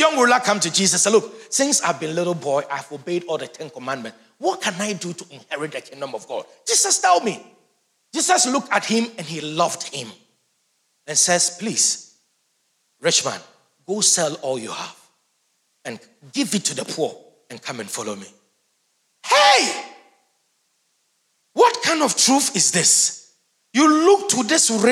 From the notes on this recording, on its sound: Sermon preached at CBC Shiashie Campus